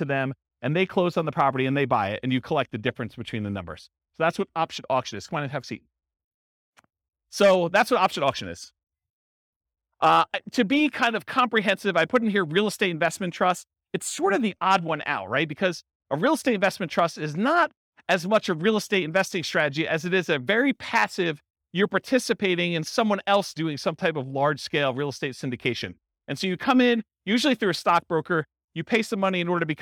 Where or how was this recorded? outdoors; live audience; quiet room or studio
live audience